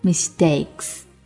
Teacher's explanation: 加了 s 之后中间的 k 失去爆破